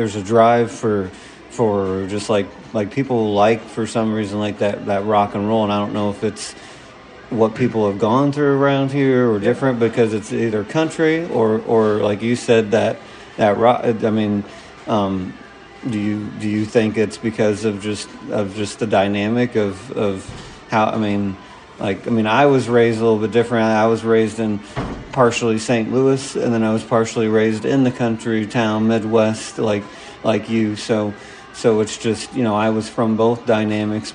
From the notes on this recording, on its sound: Live from down home pub!